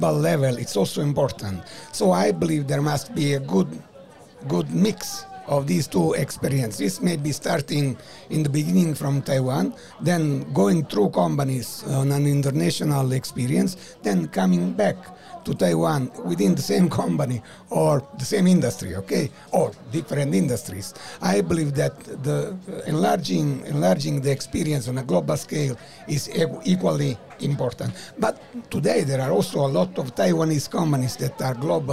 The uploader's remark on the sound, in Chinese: VISION 2022 臺大校園徵才博覽會-Live Podcast 05 特別企劃。